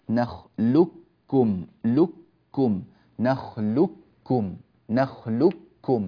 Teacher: فهذه القاف لا يعود لها وجود في النطق، ويكون النطق بكاف واحدة مشددة